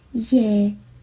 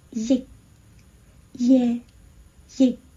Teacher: 主要是在结束的时候没有把气流截住，就是说没有把这个音吃进去，变成了一个开放式的结束 · Shown in: first take · 大家来比较一下，开放式的结束是耶，正确的短音应该是耶耶耶，不知道大家